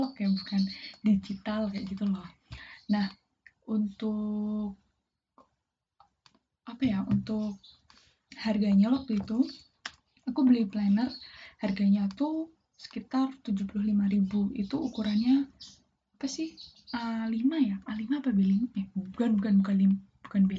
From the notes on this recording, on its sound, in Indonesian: Feat burung, gluduk, abang siomay. Aku mau minta maaf banget kalo audioku poor: jelek bgt : itu kalo kalian denger banyak suara burung, itu karena tetangga persis depan rumahku pelihara burung banyak bgt gengs jadi di segala sudut rumahku burung-burung itu bakal kedengeran terus.